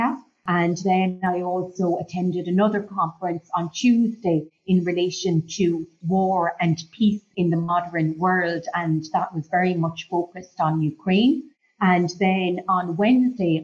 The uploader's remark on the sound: Live from the Vatican. The interview which was conducted via Zoom. Equipment supplied by Flux Learning Ltd.